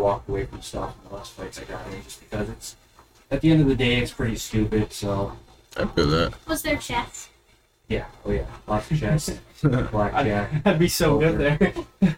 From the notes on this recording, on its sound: Sorry for the lacking audio quality it was a last second thing.